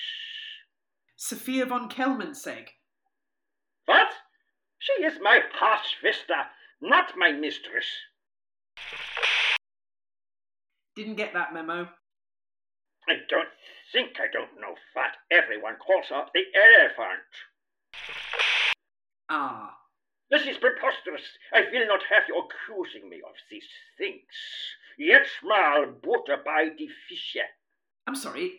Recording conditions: poor sound quality